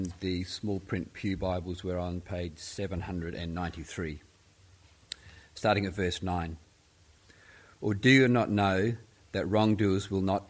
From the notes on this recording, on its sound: Weekly Sermon from St Peters East Lindfield